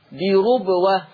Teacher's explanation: عندنا في الفرش كلمة بربوة، ورش يقرأ بضم الراء، فتقرأ بربوة هكذا.